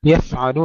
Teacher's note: سكون الفاء مع الهمس بدون قلقلة